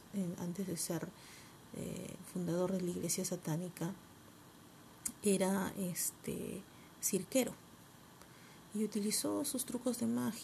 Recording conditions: uneven or low level